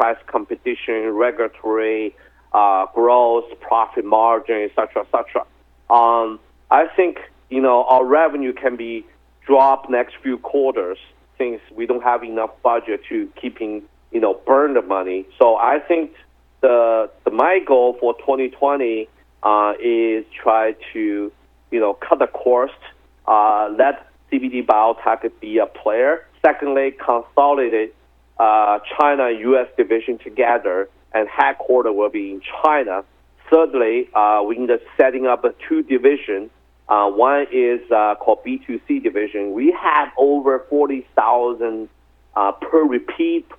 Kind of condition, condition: link, phone line